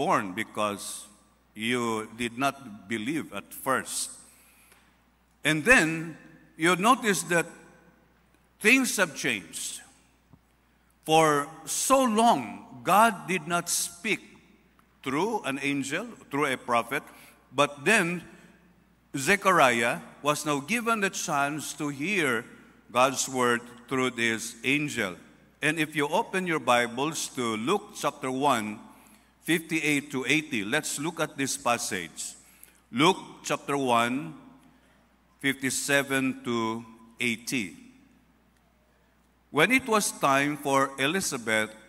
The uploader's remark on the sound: This sermon podcast was recorded live at Zamboanga City Alliance Evangelical Church.